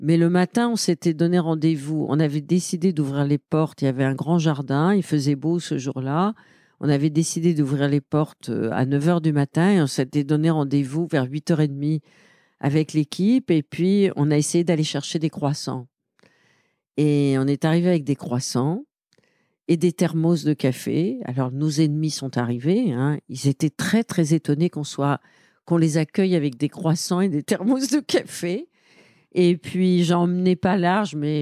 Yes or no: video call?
no